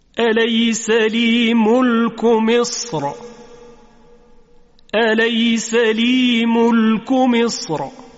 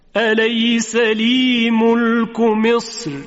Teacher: چون قبل از حرف را ساکن در وقف حرف صاد که از حروف استعلا و اطباق هست و حرفی است که درشت ادا میشه، این حرف وجود داره، بنابراین حرف را هم به تبع اون تفخیم میشه در وقف · Shown in: first take · یعنی اگر بر مصر وقف کردیم دو وجه اینجا وجود داره، یکی تفخیم را و دیگری ترقیق را.